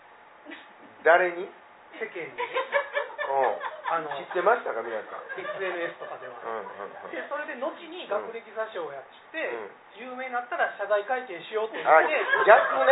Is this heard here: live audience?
yes